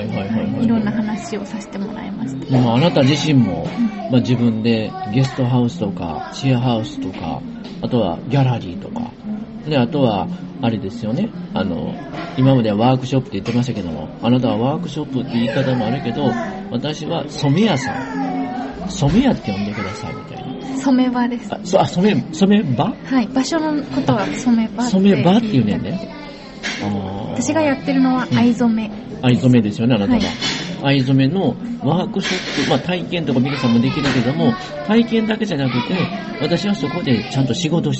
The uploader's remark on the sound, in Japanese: フジオフード系列のピノキオで収録。